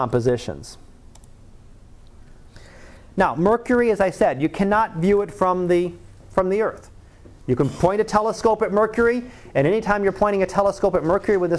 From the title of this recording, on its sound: Live Class Lecture